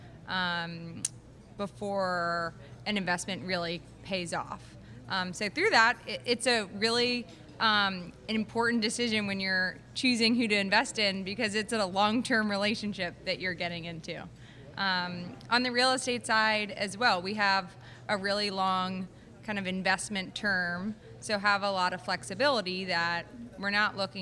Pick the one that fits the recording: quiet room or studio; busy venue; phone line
busy venue